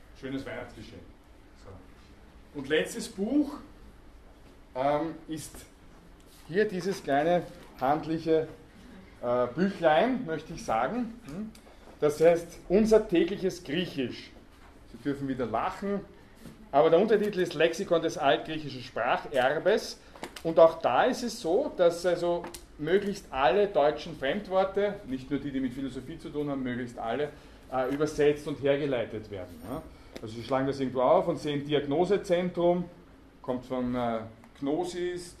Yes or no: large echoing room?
yes